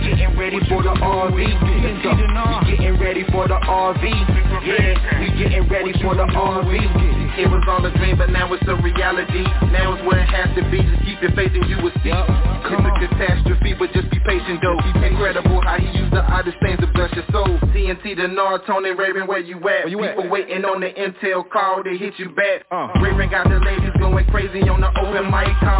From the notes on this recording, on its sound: TNTSuperfantastic Conference Call